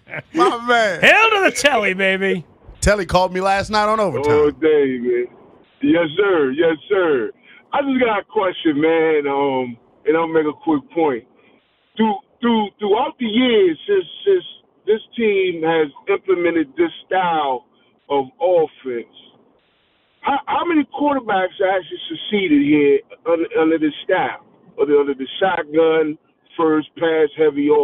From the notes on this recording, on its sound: Back to the phone lines. Continuing your calls.